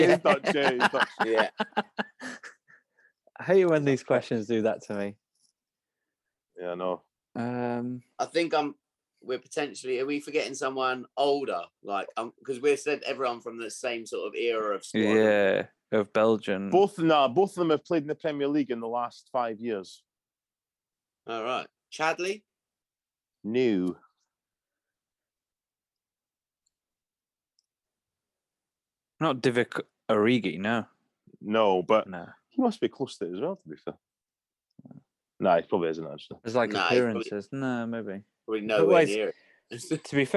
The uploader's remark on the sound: Zoom to the rescue! Raise a glass from the comfort of their homes!